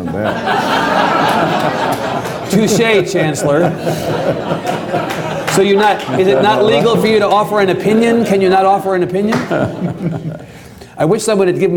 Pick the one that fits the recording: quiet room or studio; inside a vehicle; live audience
live audience